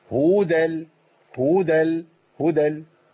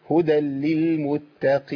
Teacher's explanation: ايوه. مفيش واو، هي هاء مضمومة وبعدها دال على طول · Shown in: second take